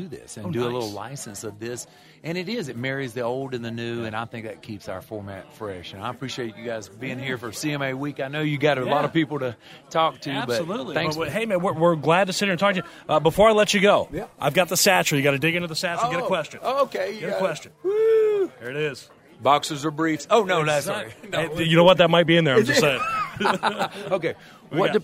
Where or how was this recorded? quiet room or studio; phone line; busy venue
busy venue